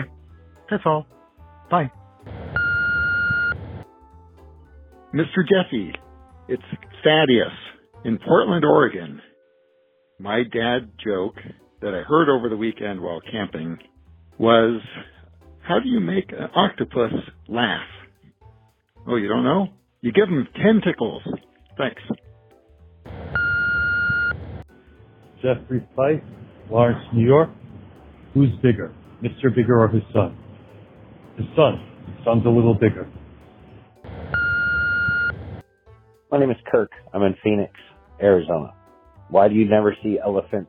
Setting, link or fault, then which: link, phone line